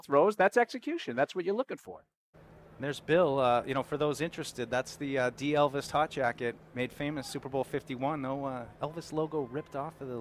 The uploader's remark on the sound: Live Show. We were live for Day 3 of Patriots Training Camp.